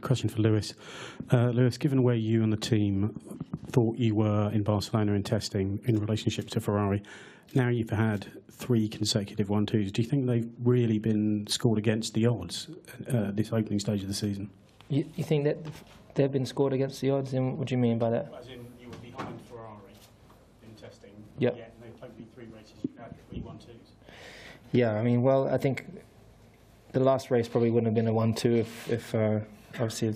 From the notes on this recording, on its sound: China Sunday Driver's Post-Race Press Conference